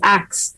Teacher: this is a feature called metathesis, meaning you switch two sounds.